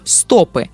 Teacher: Во множественном числе, если речь о книгах или единицах стиха, ударение падает на «о»